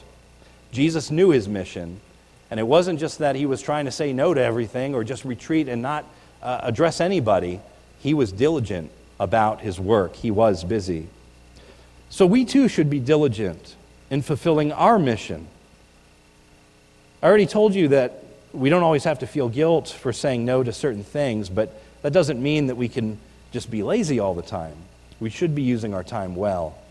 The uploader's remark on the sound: This is a recording of the New Year’s Eve Service at the Lebanon Bible Fellowship Church in Lebanon, PA.